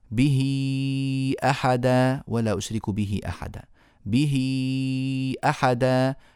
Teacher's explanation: فوصلنا الهاء بياء لأنها مكسورة هذه الياء ما دام بعدها همزة مديناها · Term: مد الصلة الكبرى